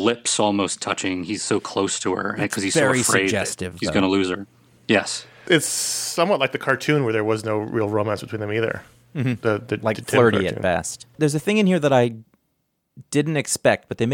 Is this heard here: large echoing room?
no